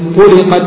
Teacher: قوله: يبدو عند الطلق، هو بفتح الطاء وإسكان اللام، وهو جعل ولادة، ويقال في فعله طلقت بضم الطاء وكسر اللام المخففة